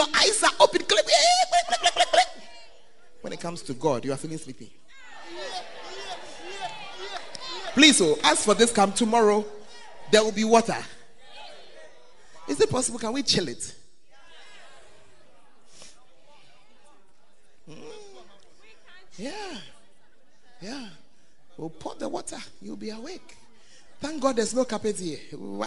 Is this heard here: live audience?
yes